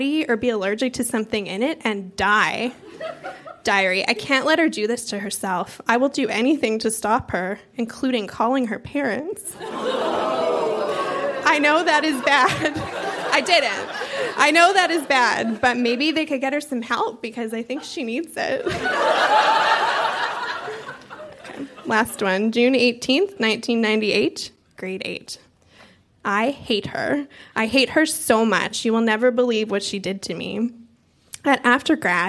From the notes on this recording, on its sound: Recorded live at TWH Social in Kitchener.